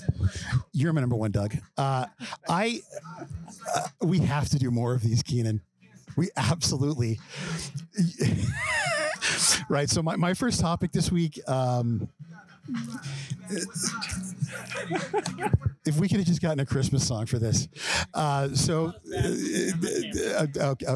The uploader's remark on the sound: Live from Casa Bonita.